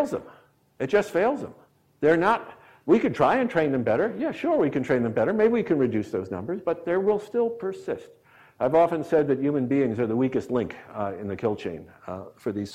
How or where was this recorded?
large echoing room